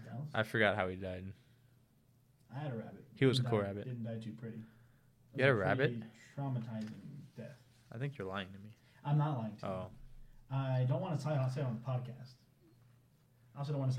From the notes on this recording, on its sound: Fought with some technical difficulties and unfortunately, the technical difficulties won. The audio quality may be terrible this episode.